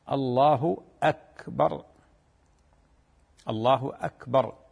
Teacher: بالنسبة لهمزة أكبر على القطع وليس على الوصل، الله أكبر، الله أكبر، لأن بعض الناس الآن يشبع ضمة لفظ الجلالة حتى يعني حتى يخرجها كحرف الواو، وهذا غلط.